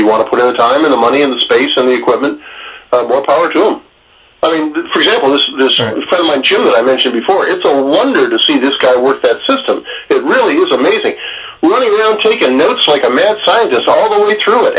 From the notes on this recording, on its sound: Hit the phones.